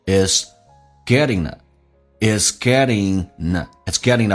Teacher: 如果要连的话把 ing 的 g 去掉，用前面的 n 跟后面的 a 形成个连音